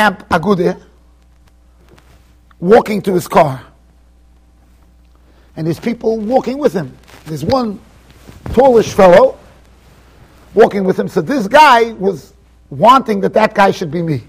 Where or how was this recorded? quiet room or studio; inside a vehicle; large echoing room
large echoing room